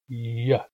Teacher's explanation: When I say y, my tongue comes close to my hard palate, but it doesn't touch it. Y. Whereas when I say ch and sh, there is full contact. · Term: resonant